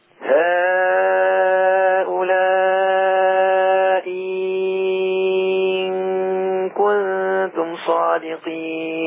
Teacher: الهمزة الثانية لما تبدلها إيه تمدها ست حركات